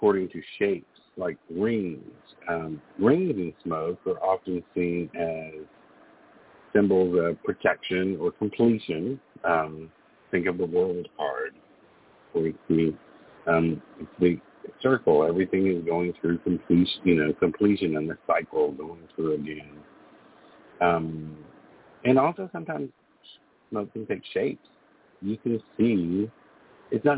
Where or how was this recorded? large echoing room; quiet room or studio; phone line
phone line